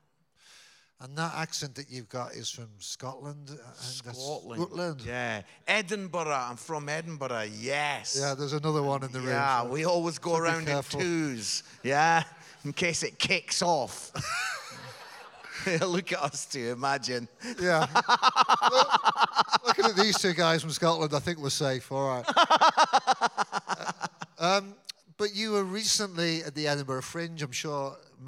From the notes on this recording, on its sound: The hilarious 5.30 PM Q&A service. Answered live questions from the congregation.